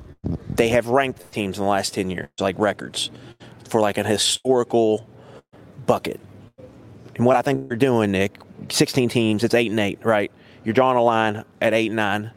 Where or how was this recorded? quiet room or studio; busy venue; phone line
busy venue